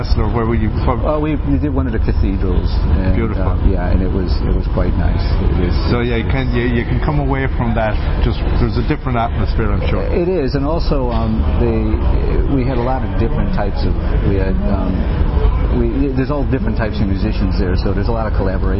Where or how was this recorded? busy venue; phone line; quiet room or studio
busy venue